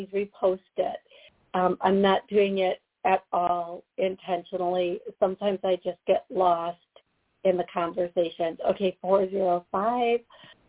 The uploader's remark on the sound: Live Call